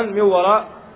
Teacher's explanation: فاللسان يكون معلقا في وسط الفم، فيخرج جزء من الصوت من الفم والآخر من الخيشوم · Term: الغنة